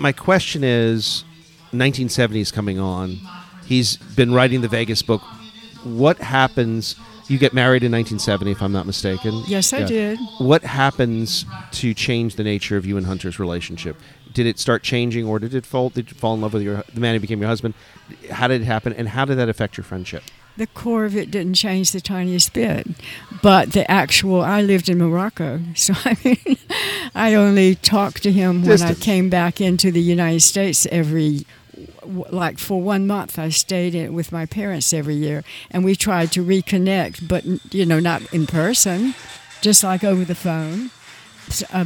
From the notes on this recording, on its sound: FROM GONZOFEST. Live interview from Louisville.